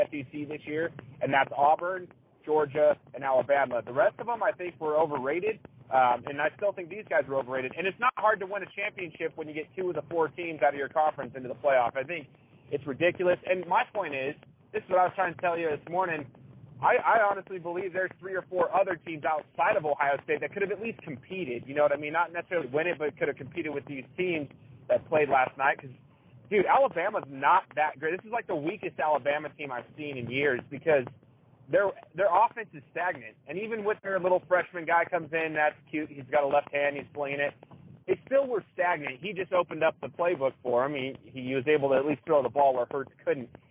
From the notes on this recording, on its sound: over the phone